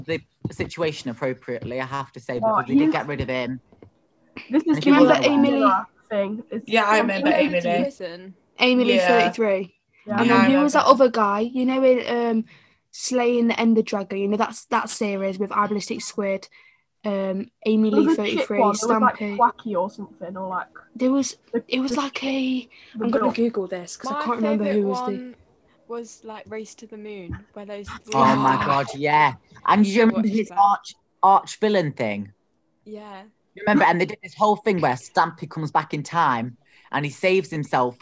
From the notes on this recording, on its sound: ignore the quality of the audio, we are still new still this and don't have the best mics